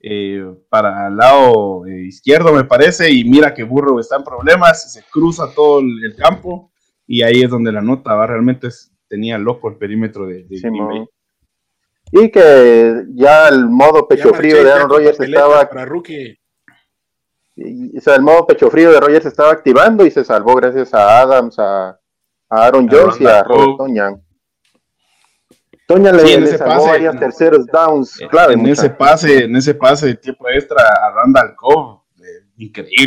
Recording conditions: poor sound quality